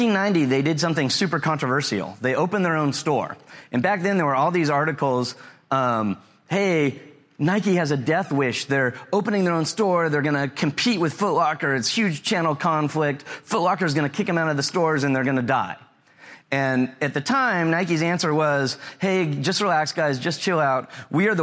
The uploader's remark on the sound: Live show. This is a live presentation from the ChannelAdvisor Connect show in Austin, Texas.